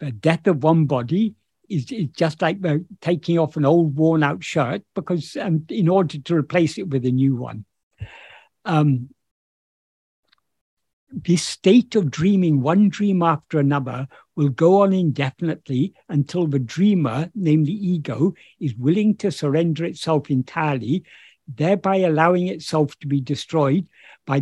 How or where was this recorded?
video call